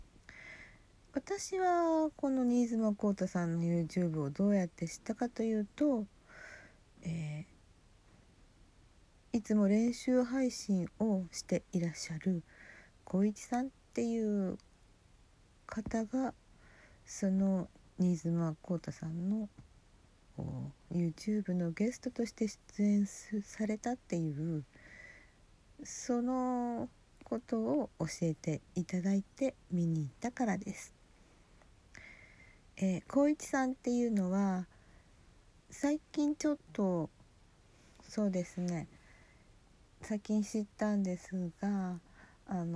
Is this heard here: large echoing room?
no